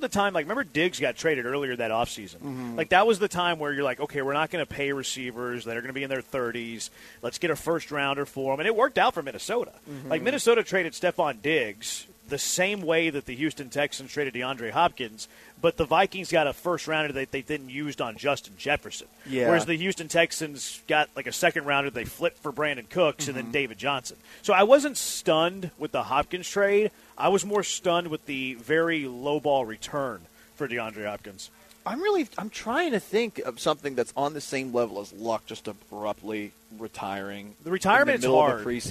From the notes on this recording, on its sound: LIVE from Circa Resort & Casino in Las Vegas!